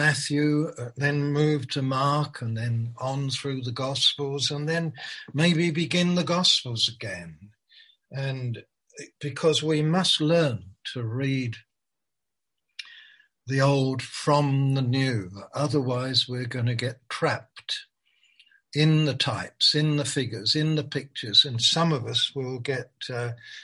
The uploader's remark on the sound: Malaysia Meets (Zoom)